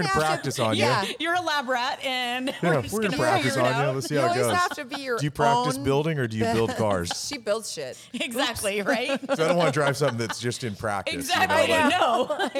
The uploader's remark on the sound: Recorded at Autotopia LA